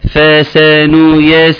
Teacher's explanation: السين المرققه الجميله. السين عندي يا جماعه اما تنطقها غلط او حد يطلعها ينطقها مش كويس تطلع ايه؟ تطلع صاد